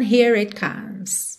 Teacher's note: fica mais fácil ligar na próxima vogal enrolando o R